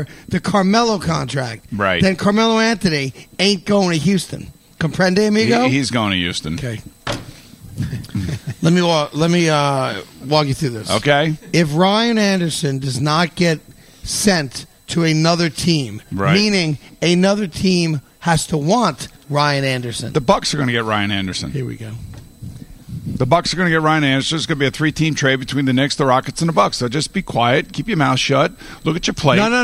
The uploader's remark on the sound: Broadcasted live in Baltic Connecticut at the Mohegan Sun golf course.